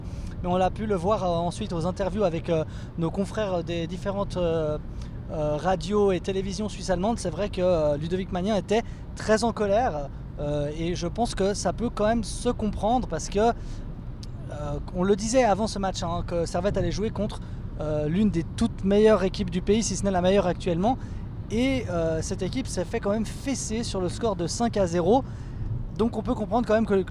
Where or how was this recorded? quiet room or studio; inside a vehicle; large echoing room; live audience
inside a vehicle